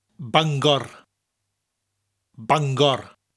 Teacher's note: Of course, we roll that R in Welsh.